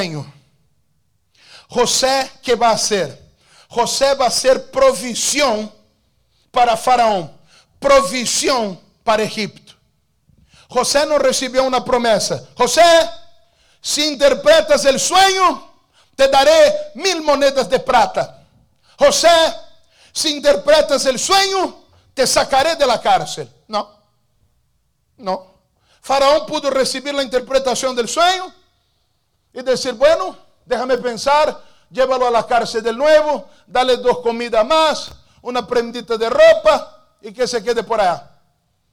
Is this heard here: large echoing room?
yes